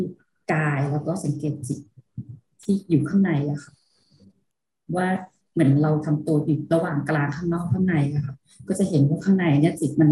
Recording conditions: video call